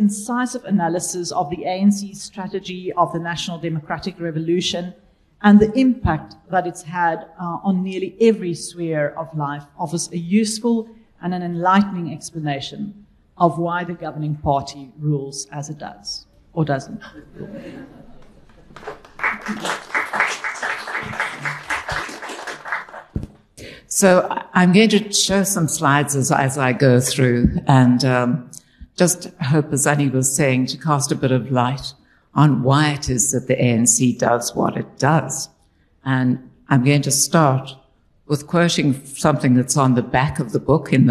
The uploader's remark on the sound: This is a recording of the inaugural book launch hosted at Exclusive Books in Cape Town on 19 July 2023.